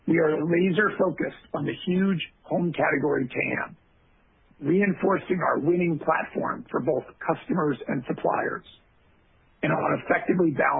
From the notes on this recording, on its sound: Q3 2020 Results Conference Call